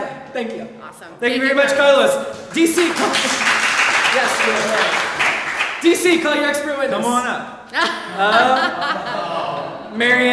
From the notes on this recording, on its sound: Free Comic Book Day 2016. Originally Recorded Live at Packrat Comics. Packrat Comics is a fun family friendly comic shop located in the heart of Old Hilliard.